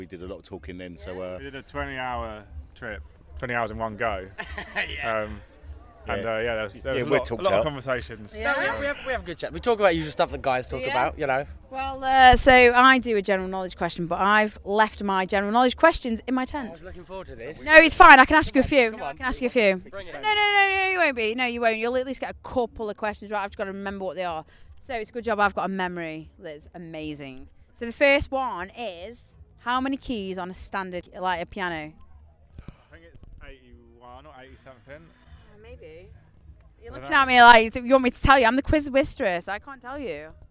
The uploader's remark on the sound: after their set at RockWich Festival 2022